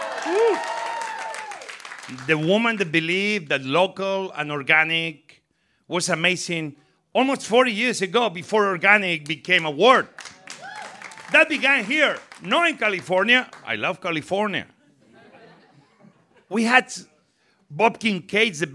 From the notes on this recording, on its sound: a live taping of What's Good